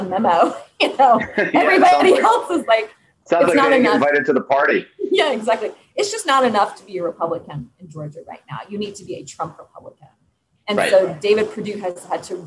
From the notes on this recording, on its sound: Apologies for the audio issues in this episode.